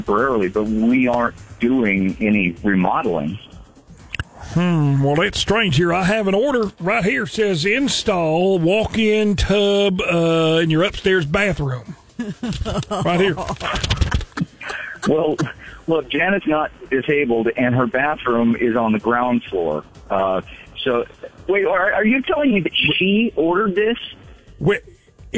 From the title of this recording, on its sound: Friday Phone Jacks Prank Call